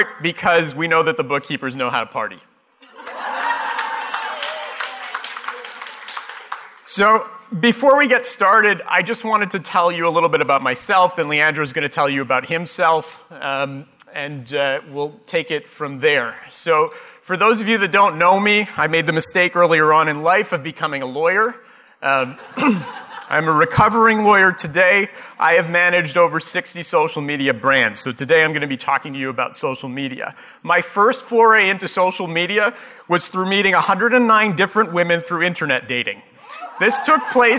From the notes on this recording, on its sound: Live Broadcast at the The IPBC IGNITE Conference.